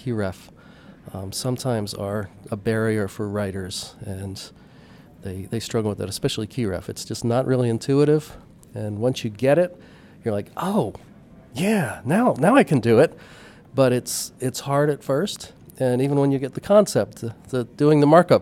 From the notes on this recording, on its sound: talk with attendees at the CMS/DITA North America conference